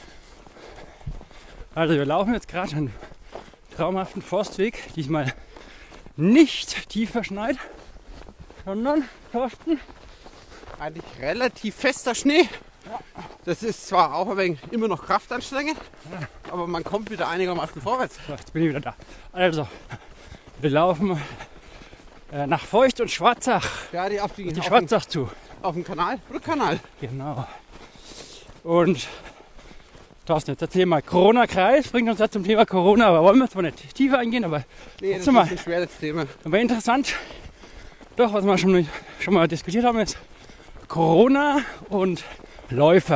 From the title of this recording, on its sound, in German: live dabei beim Coronakreis Ultralauf